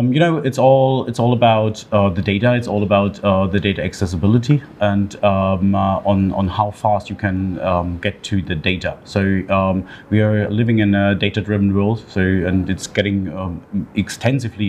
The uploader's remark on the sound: we are at a Broadcom Partner event just outside of Munich, Germany